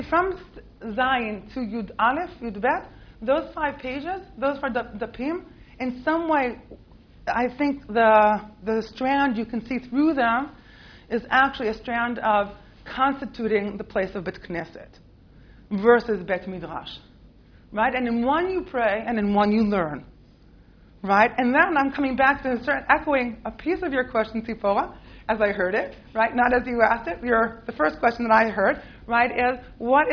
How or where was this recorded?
large echoing room